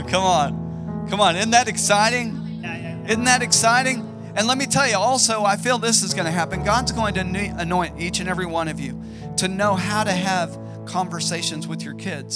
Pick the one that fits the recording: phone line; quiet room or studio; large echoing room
large echoing room